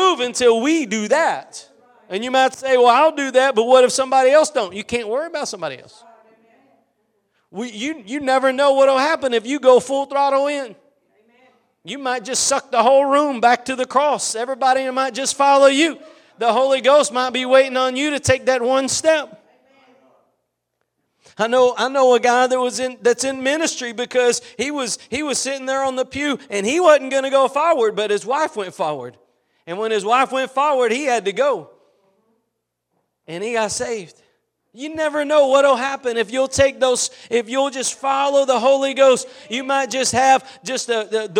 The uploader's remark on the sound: Preached at Gospel Lighthouse in Bossier City, La.